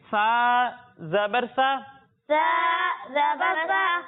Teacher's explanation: جب ہم سا کی ادائیگی کریں گے تو اس میں سیٹی کی آواز نہیں آئے گی